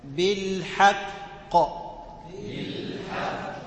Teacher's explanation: الحق لو وقفت عليه عندك الحاء مرققة والقاف مفخمة مشددة، خلاص قلقلة كبرى